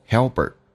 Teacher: 用 p 跟 er 形成一个连音，同时 p 要浊化